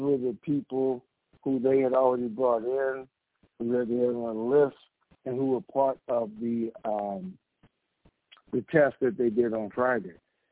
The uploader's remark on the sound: TNTSuperfantastic Conference Call